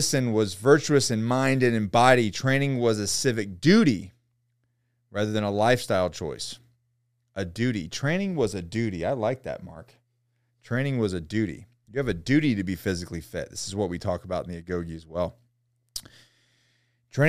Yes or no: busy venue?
no